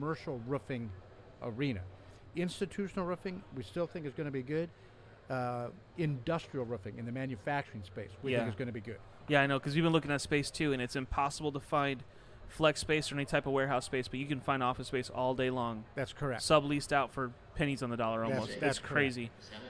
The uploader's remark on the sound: At Win the Storm 2021